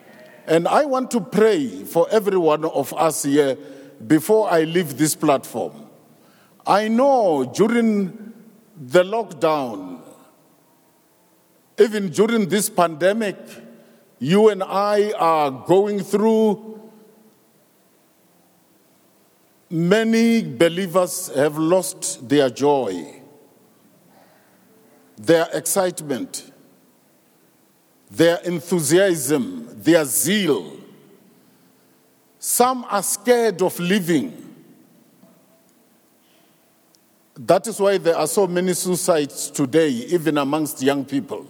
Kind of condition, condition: setting, live audience